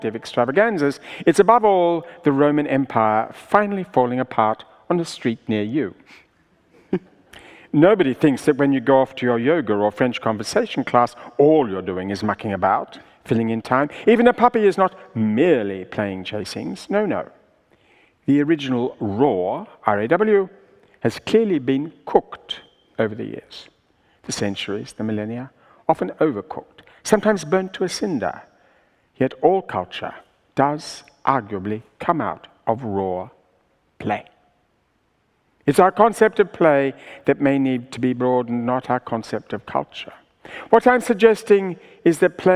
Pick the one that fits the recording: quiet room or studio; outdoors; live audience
live audience